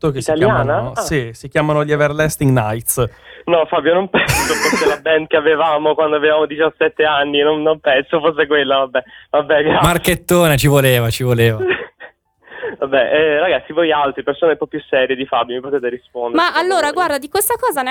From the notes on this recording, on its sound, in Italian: Parlando al telefono con un ascoltatore